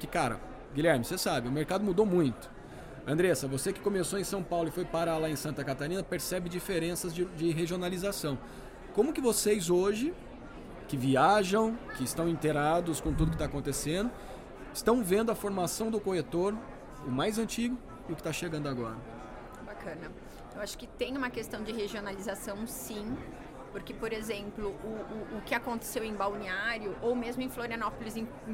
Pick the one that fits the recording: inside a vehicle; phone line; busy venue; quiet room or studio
busy venue